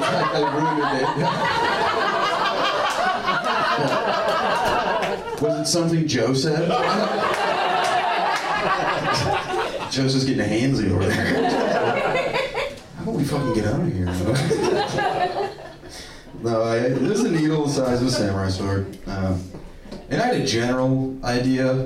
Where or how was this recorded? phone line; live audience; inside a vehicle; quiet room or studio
live audience